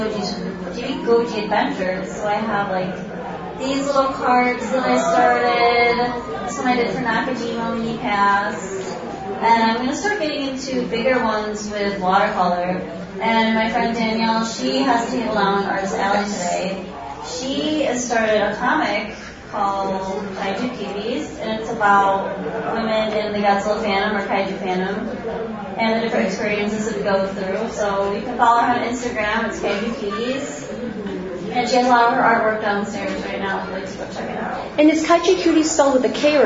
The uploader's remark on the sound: Live from Gfest 2018